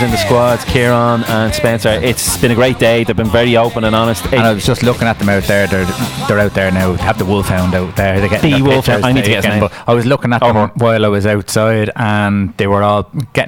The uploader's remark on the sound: We were live from Navan rugby club for the International match between the Irish Wolfhounds vs Belgian Barbarians. Interviews with Players, coaches and fans from both sides.